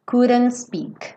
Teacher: vai direto do N pro S